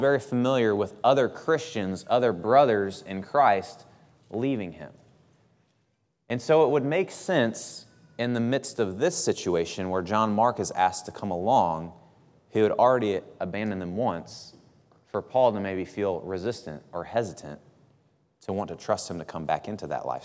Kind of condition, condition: setting, large echoing room